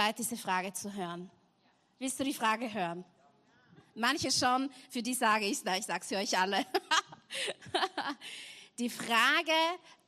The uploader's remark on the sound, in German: Gottesdienst live aus der LIFE Church Wien.